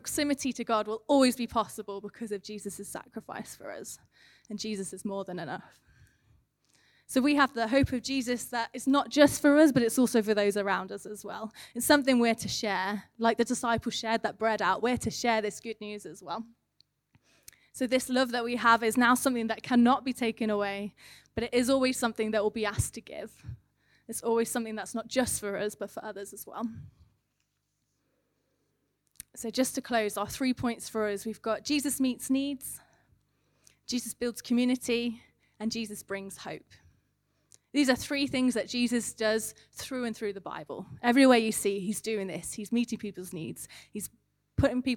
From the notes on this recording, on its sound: Recorded at One Church Central on Compassion Sunday.